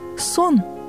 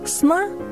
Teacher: В слове «сон» звук в корне стоит под ударением, он произносится. А в слове «сна» ударение смещается, и звук в корне убегает. · Term: беглые гласные